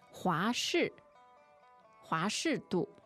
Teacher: So 华氏 that would be second fourth.